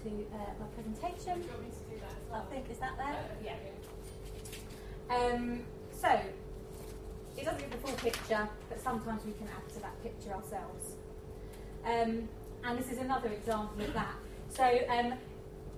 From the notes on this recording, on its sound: A lunchtime lecture